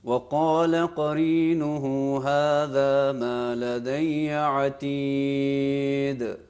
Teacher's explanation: یہ الان آخری جو حرف دال ہے یہ تھوڑا سا ظاہر ہونا چاہیے · Term: حروف قلقلہ